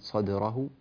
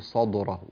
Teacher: ونرقق الدال في كلمة صدره ولا نقول صدره، بعض الناس يفخم الدال وهذا غير صحيح · Shown in: first take · Term: ترقيق الدال